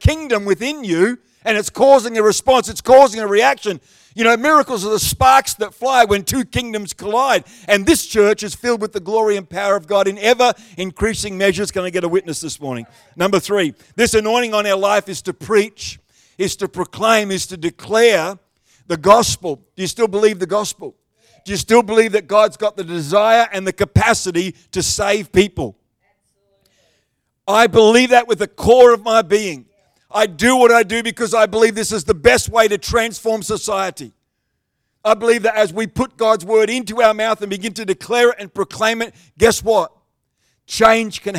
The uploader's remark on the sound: The live stream of Destiny Church Atherton